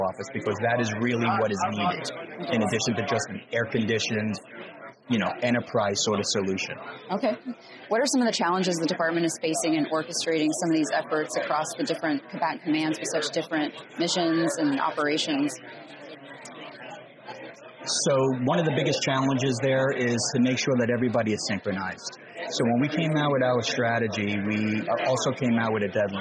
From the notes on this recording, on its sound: We recently had the opportunity to connect with several leaders at the AFCEA TechNet Indo-Pacific conference in Honolulu